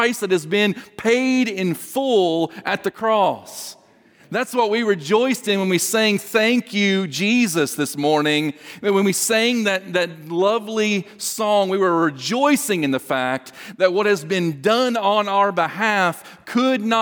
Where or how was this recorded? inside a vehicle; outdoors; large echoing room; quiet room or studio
large echoing room